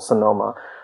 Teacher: in English, it's pronounced Sonoma with a little bit of accent on the no, on the second syllable, Sonoma. But in Thai, it goes to Sonoma.